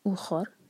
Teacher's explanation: رو کو سکون دے کر رکیں گے تو رو ہیوی ہوگا کیونکہ اس سے پہلے ہے فتحہ